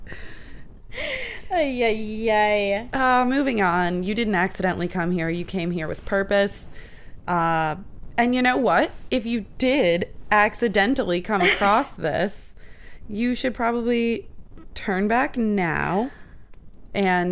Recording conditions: sounds in the background